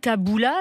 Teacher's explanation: Donc l'accent était sur la fin du mot.